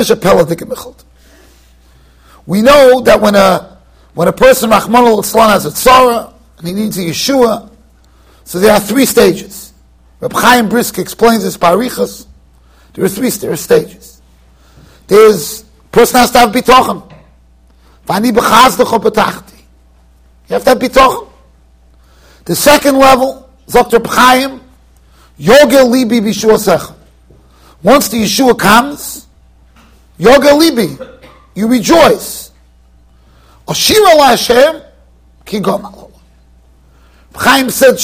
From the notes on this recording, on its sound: Shiur recorded in Yeshivas Ohr Reuven, Monsey NY.